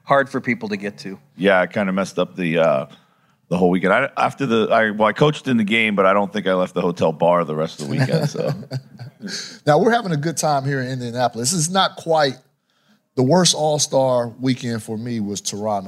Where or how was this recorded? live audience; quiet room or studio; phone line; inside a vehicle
live audience